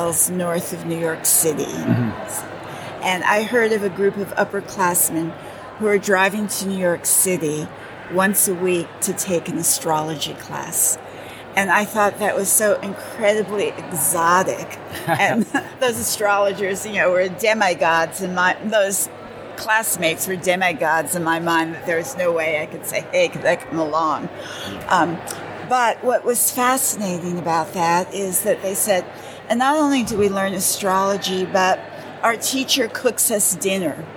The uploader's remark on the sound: From the 2023 Northwest Astrological conference. I did my best to find the quietest spot for this "3 Questions" Interview.